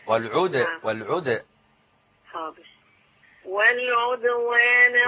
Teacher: أنا عاوز القلقلة مائلة للفتح نوعا ما